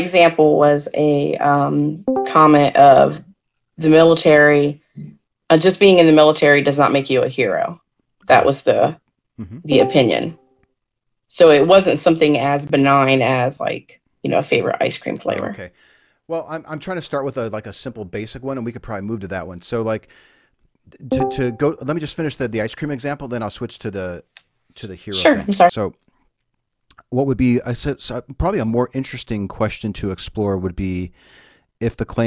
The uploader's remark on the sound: Location: ACA Discord Server. My apologies for the broken audio. I was unaware of the issue until after the event concluded. Recorded and Edited w/PowerDirector.